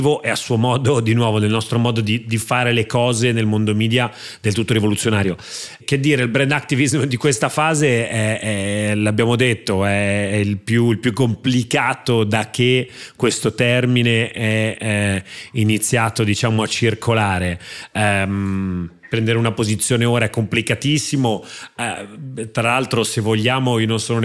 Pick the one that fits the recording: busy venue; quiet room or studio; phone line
busy venue